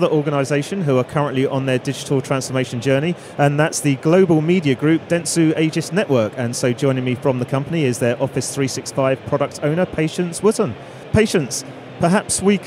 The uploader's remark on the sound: The first of three special episodes recorded in partnership with Microsoft from their Future Decoded event in ExCeL, London.